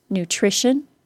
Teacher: Nutrition, stressed on the trish, holds that stress in nutritional. · Term: syllable stress